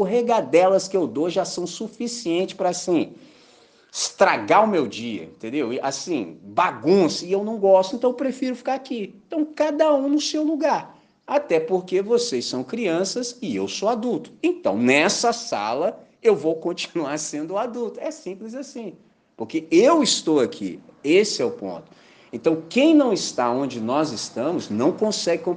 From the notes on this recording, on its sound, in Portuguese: Gravado na manhã de Domingo 2 de Julho de 2023, na celebração da Missão Batista em Candelaria, Volta Redonda, RJ.